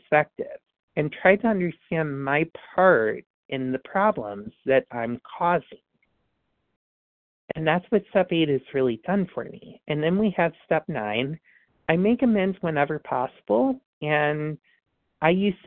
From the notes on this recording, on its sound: from the 100 Pounders Phone Meeting